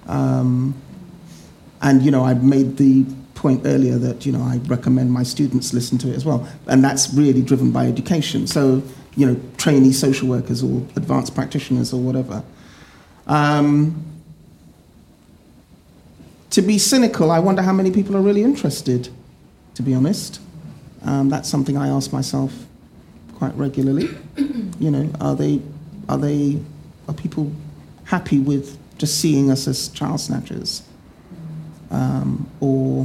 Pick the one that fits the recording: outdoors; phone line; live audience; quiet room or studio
live audience